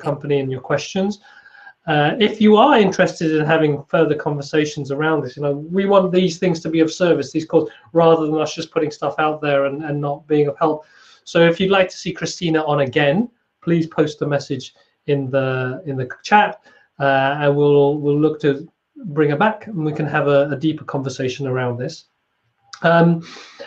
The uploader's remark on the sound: Recording of the live webinar. During lockdown in the UK and across the world.